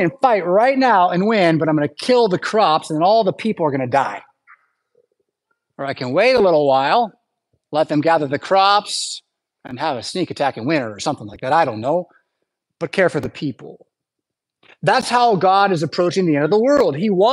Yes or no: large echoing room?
yes